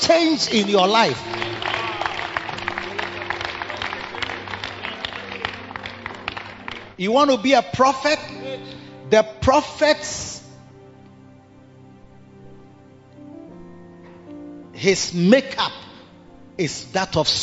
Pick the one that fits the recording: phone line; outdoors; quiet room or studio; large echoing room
large echoing room